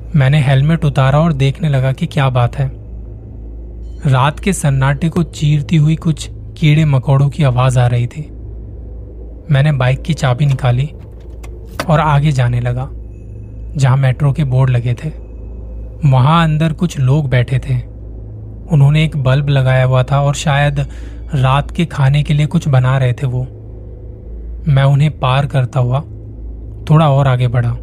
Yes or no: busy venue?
no